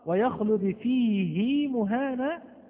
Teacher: بين ساكن ومتحرك ولكننا قمنا بمد الصلة الصغرى فيه، أقول لك قرأ حفص بصلة الهاء مع أنها وقعت بين ساكن ومتحرك